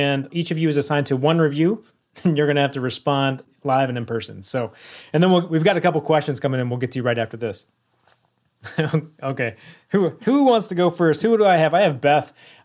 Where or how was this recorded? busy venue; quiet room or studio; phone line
quiet room or studio